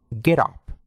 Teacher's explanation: al unir los sonidos de get y up, convertimos la T en una R suave. Get up.